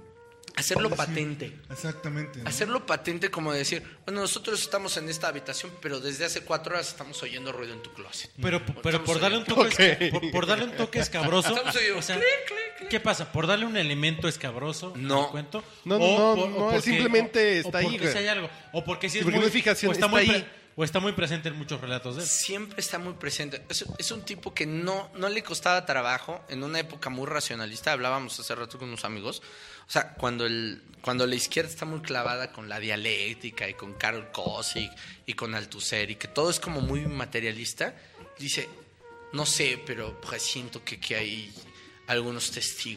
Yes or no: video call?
no